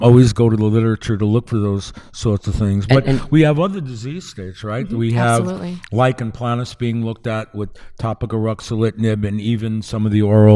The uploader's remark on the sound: live at Winter Clinical Hawaii 2023